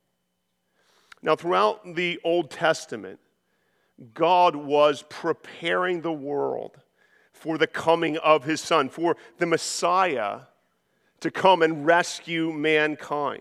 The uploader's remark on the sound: This sermon was preached at Covenant Fellowship Church on November 26, 2023.